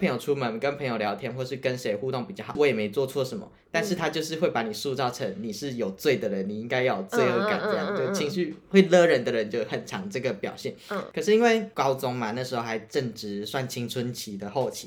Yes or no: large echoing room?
no